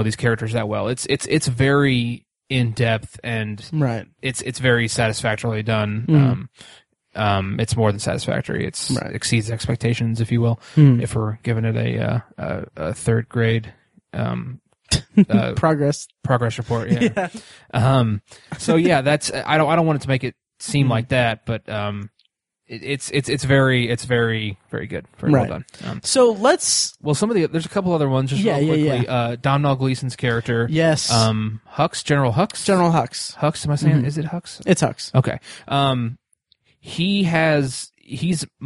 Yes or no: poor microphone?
no